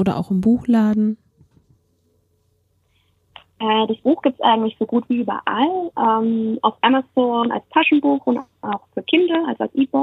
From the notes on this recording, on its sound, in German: Per Telefon aus den USA dabei.